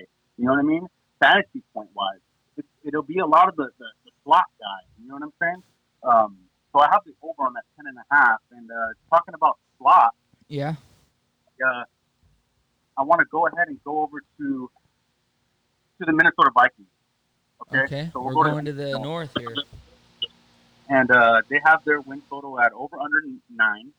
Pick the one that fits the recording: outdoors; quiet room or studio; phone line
phone line